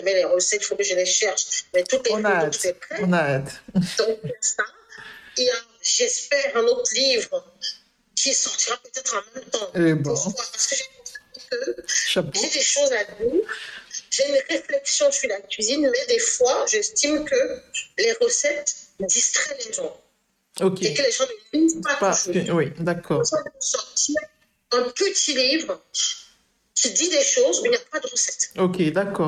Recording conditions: poor sound quality